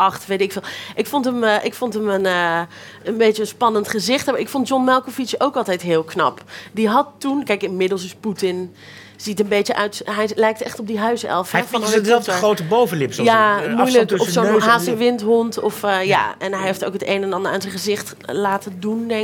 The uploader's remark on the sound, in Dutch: Live vanuit Societeit de Kring